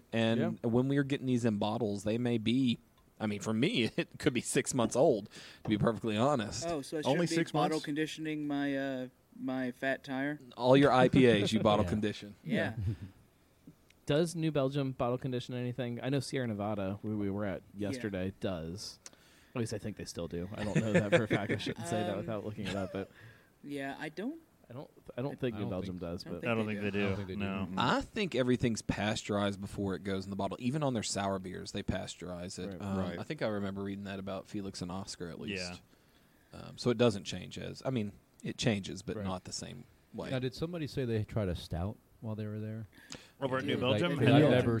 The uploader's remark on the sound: Live from Drinktacular and White Labs